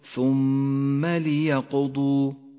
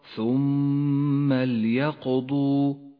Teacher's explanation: اللام ساكنة وليست مكسورة · Shown in: second take · فإياك أن تقول ثم ليقضوا، والصواب ثم ليقضوا. · Term: اللام الساكنة